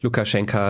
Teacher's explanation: Auch im Russischen wird der Name mit Endung eher wie A gesprochen. Oder ja, wie ein sehr kurzes A. · Term: Ankanje